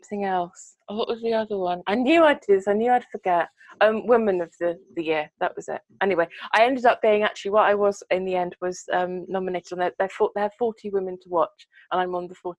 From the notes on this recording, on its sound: We decided that we’d catch up on Zoom and ended up doing an impromptu recording. Recorded on the eve of the UK lockdown. This episode is audio and video.